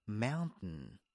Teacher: 然后呢美音的话这个 ten 它就不会读出来了，它用鼻音来读